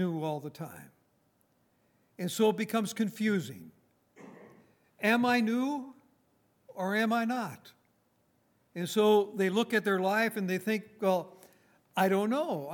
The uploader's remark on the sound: Recorded on March 10, 2019, at Grace Bible Fellowship in Front Royal, VA.